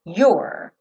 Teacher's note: E depois você só tem aquela língua enrolada no R. You're, tá?